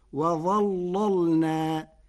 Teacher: قرأ ورش كلمة وظللنا بتغليظ اللام الأولى فتصير وظللنا لمناسبة الظاء المفخمة